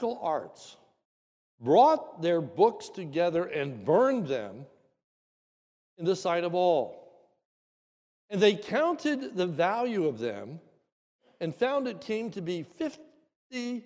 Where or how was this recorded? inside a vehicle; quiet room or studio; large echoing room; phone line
large echoing room